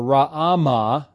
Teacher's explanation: there's a double A there, which makes two sounds, not one